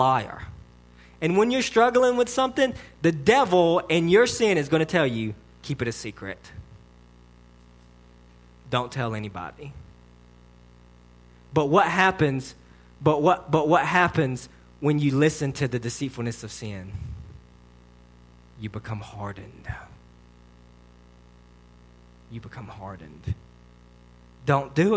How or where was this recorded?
large echoing room